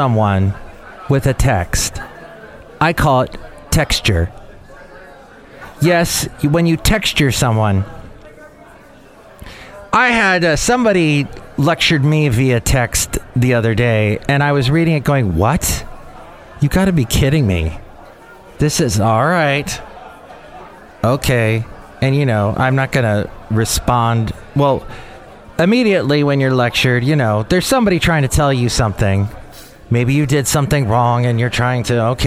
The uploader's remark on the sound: podcasts live from Café Anyway